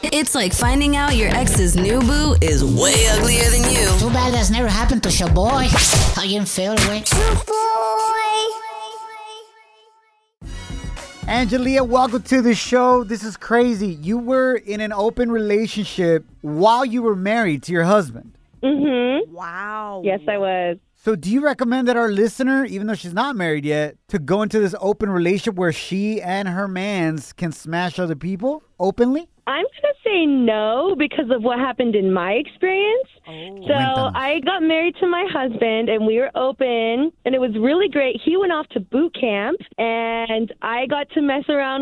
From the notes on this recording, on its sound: we opened up the phone lines to help out a listener